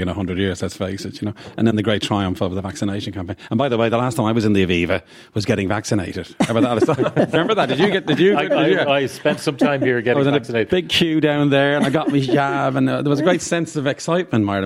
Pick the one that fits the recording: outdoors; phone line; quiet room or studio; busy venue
busy venue